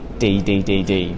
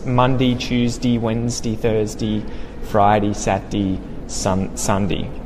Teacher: in Australia, often people pronounce day as D. It sounds the same as the letter D.